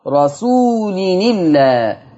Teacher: هشيل الهمزة واخد الكسرة حطها على النون تبقى النون مكسورة · Term: حكم النقل